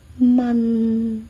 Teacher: 问题的问，普通话的声母是乌，粤语的声母是么